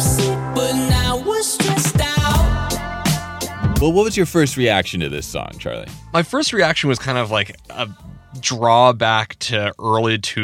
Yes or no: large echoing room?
no